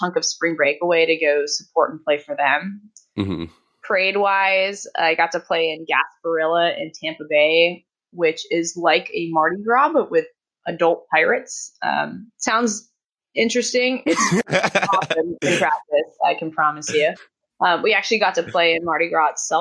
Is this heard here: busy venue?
no